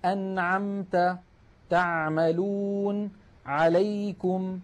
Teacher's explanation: العين الفصيحة أعمق من العين التي نعتاد في أغلب العاميات المعاصرة أن نأتي بها. نحن متعودون أن نقول مثلا يعني مخرج مرتفع قليلا. · هذه العين تخرج من وسط الحلق